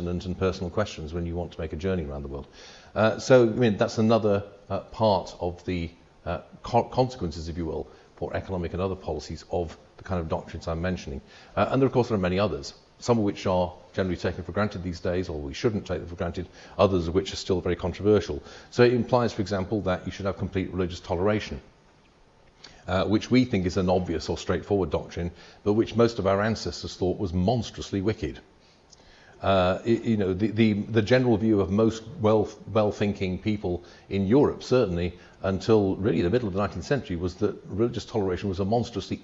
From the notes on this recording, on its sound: A recording of the Oxford Hayek Society meeting. Which took place in Christ Church, Oxford.